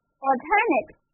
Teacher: 如果你把它的重音放在第二个音节读作 alternate，它就变成了一个形容词